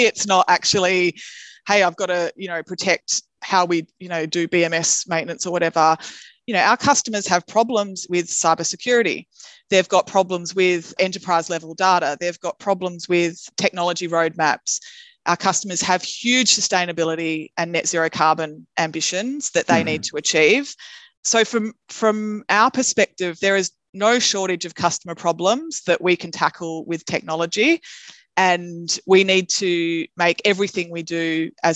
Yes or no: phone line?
no